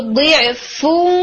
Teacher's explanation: تو آپ دیکھیں کہ جب آپ اس کو پڑھتے ہیں تو ضعفن ولا، یعنی آپ نے ہاف نون لیا اور ہاف واؤل یہ انکمپلیٹ مرجنگ · Term: ادغام ناقص